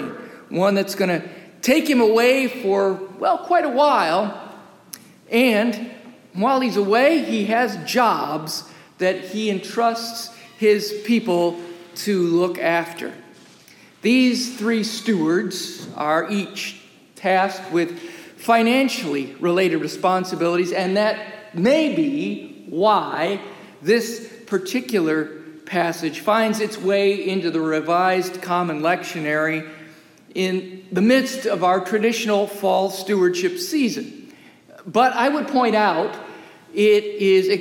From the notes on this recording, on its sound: As recorded live during worship in the historic, 317-year-old sanctuary of (Old) Rehoboth, the "Birthplace of American Presbyterianism."